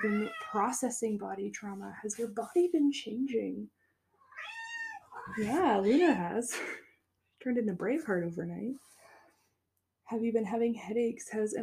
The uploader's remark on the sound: This episode is mildly chaotic with a pinch of cat screams. My cat Luna joins me as I record on a lovely Sunday afternoon.